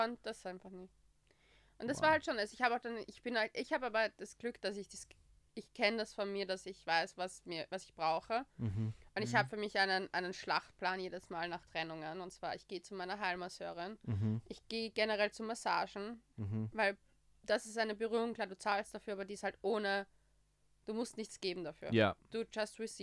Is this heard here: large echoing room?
no